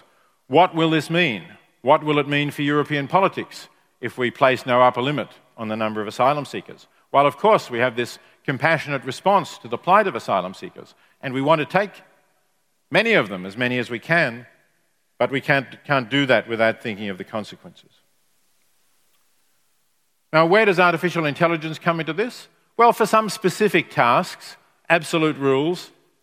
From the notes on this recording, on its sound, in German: Live-Keynote von der Morals & Machines 2019